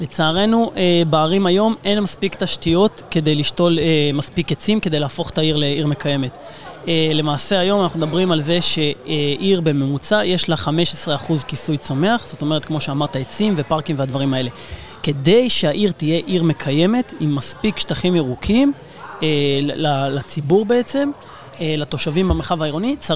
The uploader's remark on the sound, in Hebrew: בפרק שהקלטנו במסגרת כנס ההכנה לCOP27